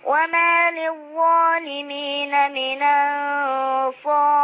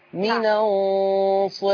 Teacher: قلل الألف لأن بعدها راء متطرفة مكسورة